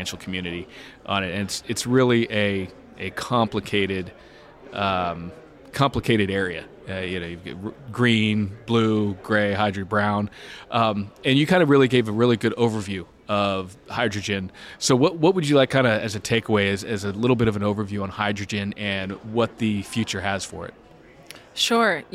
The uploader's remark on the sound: Live At The Solar & Energy Storage Summit. Is live in San Diego, bringing you highlights from each day of the conference.